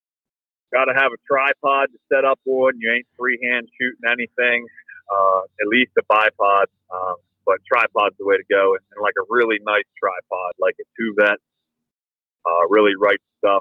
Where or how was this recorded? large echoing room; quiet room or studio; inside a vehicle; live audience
inside a vehicle